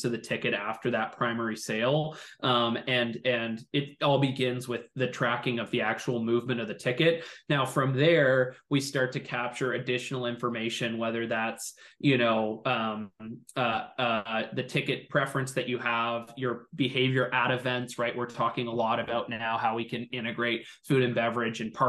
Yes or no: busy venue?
no